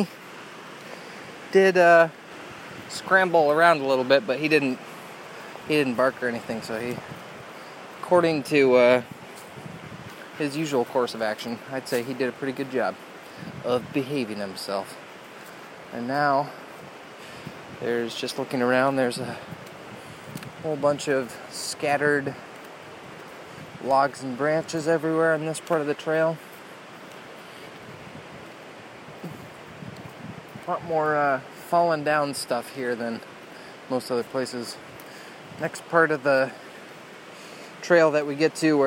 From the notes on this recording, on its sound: South Trails Pt. 1 - Carp River Loop. Walking Along da Carp. River Sounds.